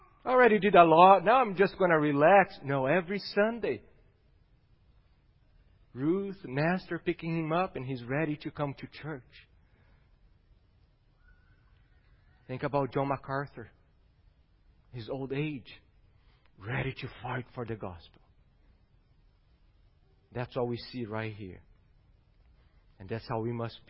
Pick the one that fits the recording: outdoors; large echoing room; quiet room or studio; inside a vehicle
large echoing room